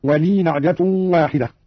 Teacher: قرأ قالون بإسكان الياء هكذا في الوصل